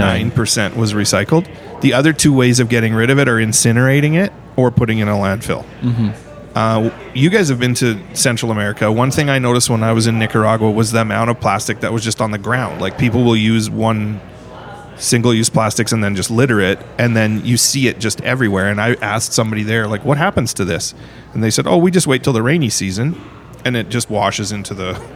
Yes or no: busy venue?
yes